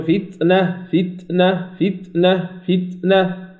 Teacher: الحرص على بيان صفة الشدة في التاء